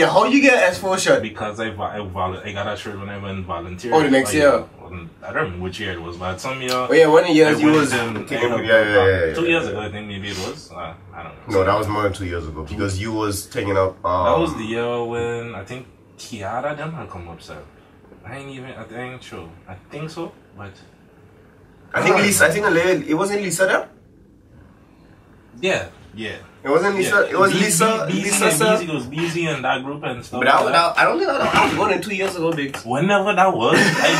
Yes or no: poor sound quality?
yes